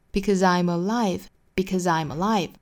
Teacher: Because 做弱读读成 because, because,一般来说这种虚词要做弱读。那跟后面连读那三个词有两处的连读 Because I'm alive 注意 because 弱读之后尾部呢依然是读一个 z 的浊音